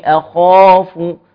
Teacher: الالف اللي في النص دوت مفخم سببه الحرف المفخم الذي قبله